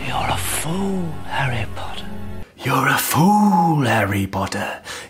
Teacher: He's being really breathy and allowing so much air to kind of travel through as he's speaking. So his vocal folds aren't completely coming together and making a full sound. They're like that.